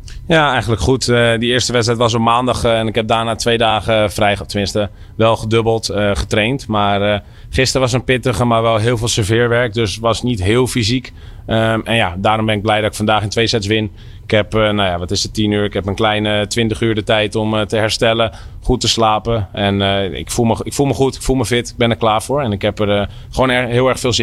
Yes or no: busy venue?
yes